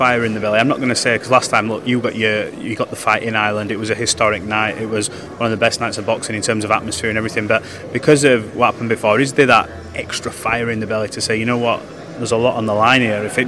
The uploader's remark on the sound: at the press conference